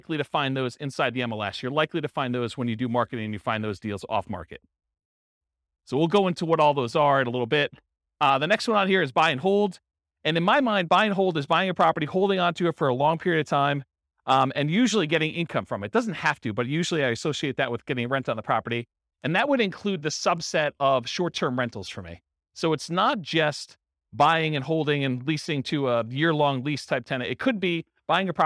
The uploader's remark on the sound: This was a live class recorded